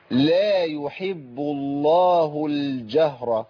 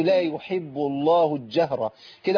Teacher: اي لام عليها علامة السكون تبقى مظهرة وتسمى لام قمرية · Shown in: first take